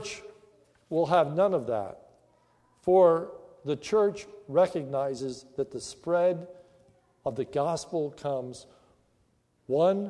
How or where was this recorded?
large echoing room